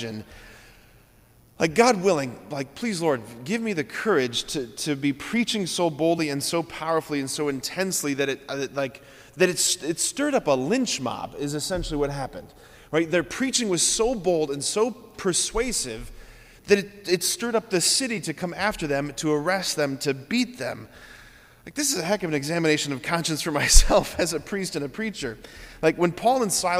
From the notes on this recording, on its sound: preached this homily on May 16, 2023 at Sacred Heart of Jesus Catholic Church in Wadsworth, OH